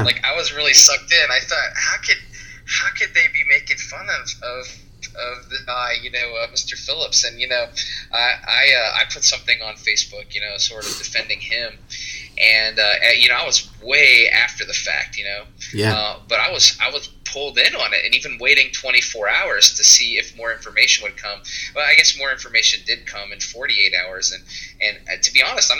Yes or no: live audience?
no